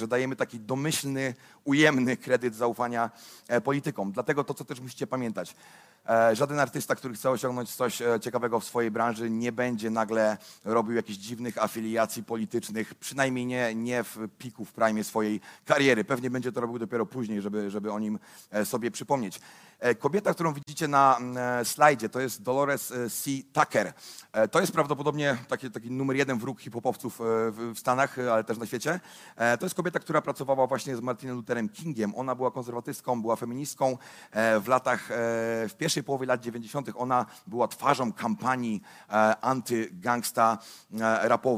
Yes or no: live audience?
yes